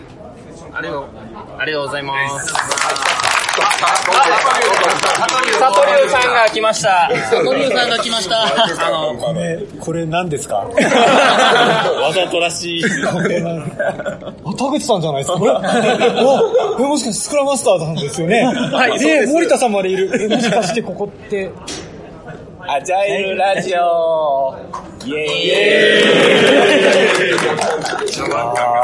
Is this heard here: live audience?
yes